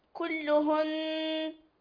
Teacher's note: كلهن نون مشددة هنا، تقفين على بغنة